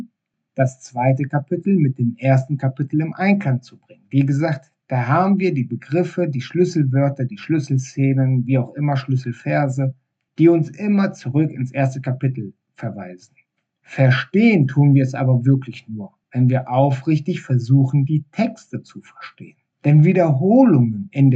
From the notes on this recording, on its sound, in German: Ich hoffe das die Tonqualität der nächsten Episode wieder besser wird.